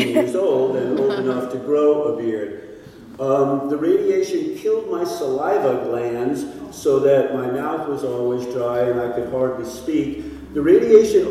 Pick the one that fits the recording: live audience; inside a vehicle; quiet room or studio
live audience